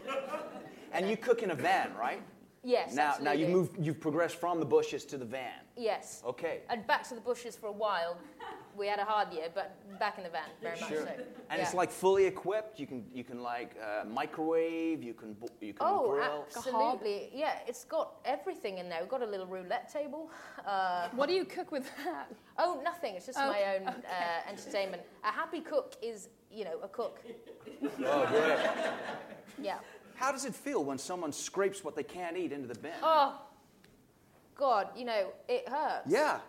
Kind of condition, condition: setting, live audience